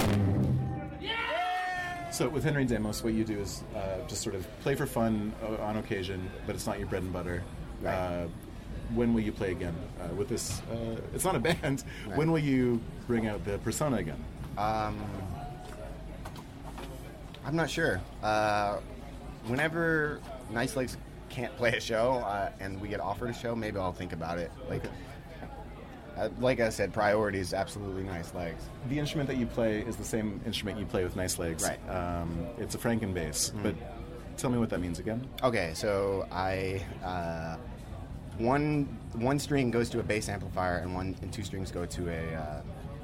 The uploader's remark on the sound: Live show + interview. This completely improvised set was performed and recorded live at Strange Fruit, Hongdae.